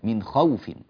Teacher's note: فقالون لا يمد اللين وصلا، مد اللين لا يمد وصلا، ليس فيه مد، هو حرف ساكن زي أي حرف ساكن آخر كجميع الحروف الساكنة.